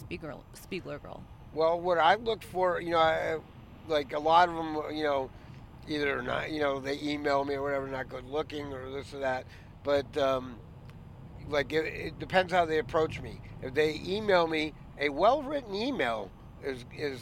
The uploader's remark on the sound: We recorded this on the drive to Vegas, so I slapped a telemarketer headset microphone thingie on his head and he was able to pod handsfree.